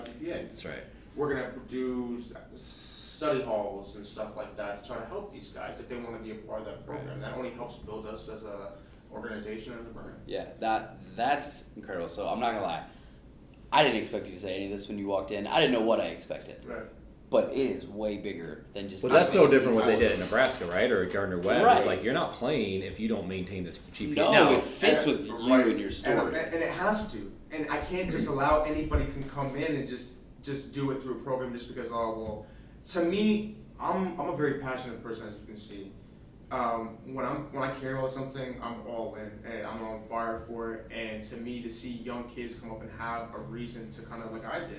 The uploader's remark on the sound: Instead of a typical podcast chat, we recorded our meeting. It’s not the best sound quality as it’s a documentary style podcast instead of an arranged podcast.